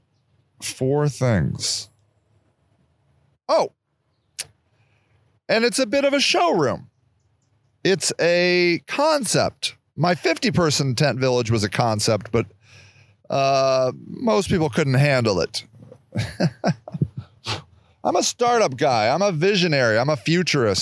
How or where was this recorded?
outdoors